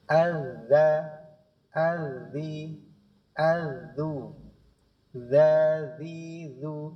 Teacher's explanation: cukup didorong karena dia rokhawah dan tidak mengalir nafas. Yang mengalir adalah suara. Jaroyanus sawtai indan nutqi bilharfi. · Term: sifat rokhawah